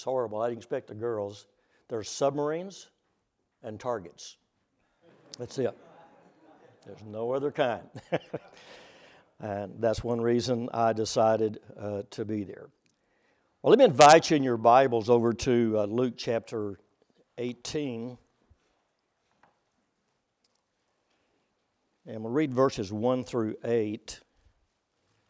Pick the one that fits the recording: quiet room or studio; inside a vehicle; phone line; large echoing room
large echoing room